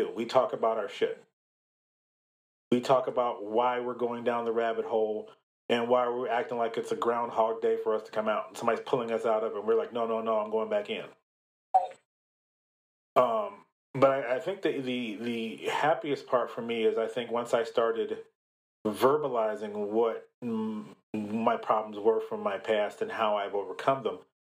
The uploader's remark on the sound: Sorry still working on audio quality.